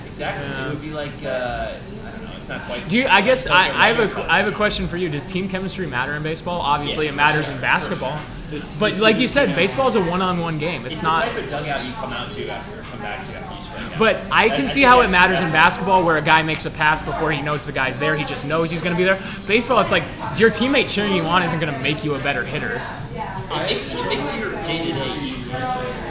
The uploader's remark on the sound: LIVE from Intermezzo Carmine